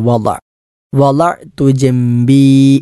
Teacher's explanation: അയിൻ എന്നത് തൊണ്ടയുടെ മധ്യഭാഗത്ത് നിന്നും പുറപ്പെടുന്ന അക്ഷരമാണ്